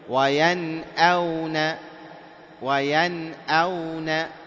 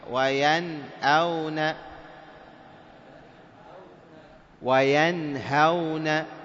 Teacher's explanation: نقول وينأون وينأون بدون أن نأتي بغنة · Term: الإظهار